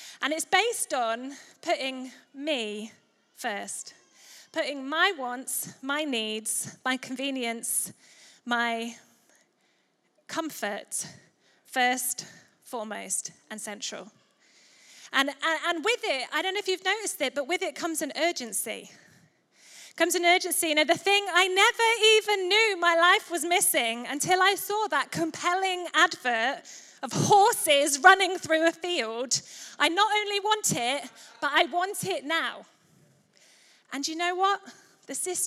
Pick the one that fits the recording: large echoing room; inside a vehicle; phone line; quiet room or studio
large echoing room